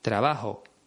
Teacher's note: También aspira un poco la J.